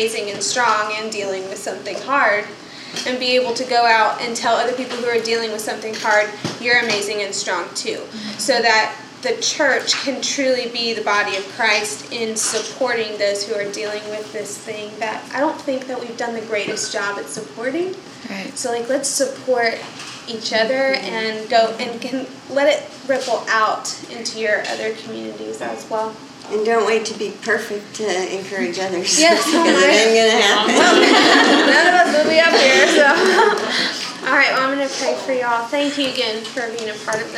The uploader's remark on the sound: More than 50 ladies met over dinner to hear from a panel of women. This episode is the audio recording of that evening.